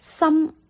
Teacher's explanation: 你的嘴唇闭上，这个就是闭唇音。好，我们试一下把嘴唇闭上来发这个心，你看一下，跟我学一下。三，如果不闭上嘴巴就是三，就变成了另外一个音了。三跟三是不一样的，是吧？三是打开嘴巴，三就是闭上嘴巴。那闭上嘴巴的时候，自然你就会听到有这个鼻音从鼻腔里面嗯了出来